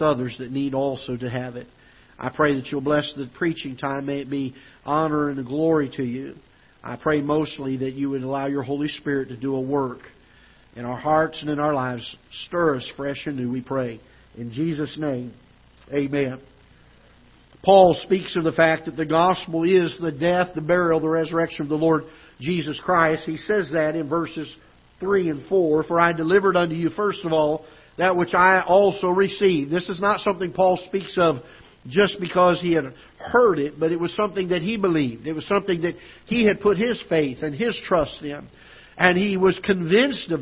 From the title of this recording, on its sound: Ketha Heights Baptist Church ~ Live Broadcast